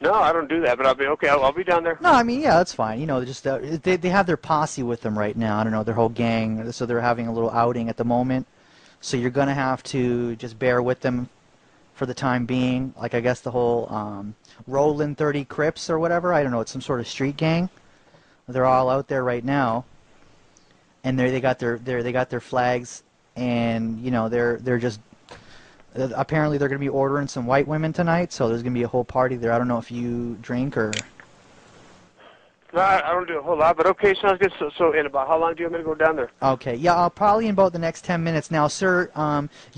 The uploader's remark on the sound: …'s Personal Prank Phone Calls Collection.